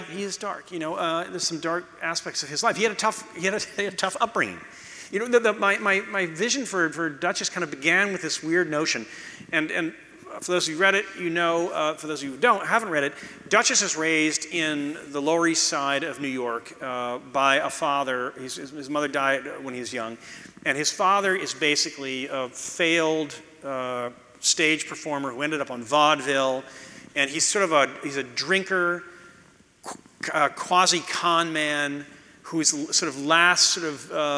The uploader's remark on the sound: you’ll hear the audience react to some visuals